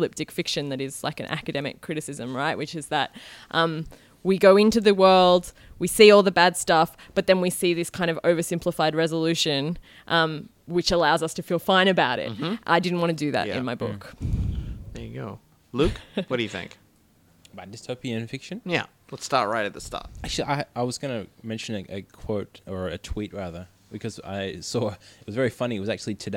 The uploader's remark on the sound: Recorded live at the Brunswick Street Bookstore.